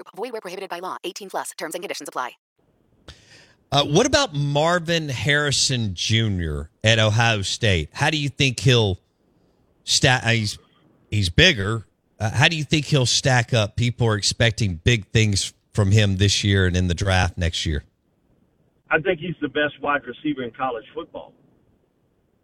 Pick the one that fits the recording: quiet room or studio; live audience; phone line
phone line